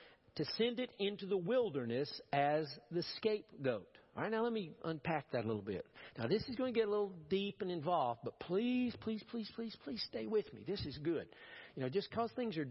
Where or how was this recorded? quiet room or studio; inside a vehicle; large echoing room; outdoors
large echoing room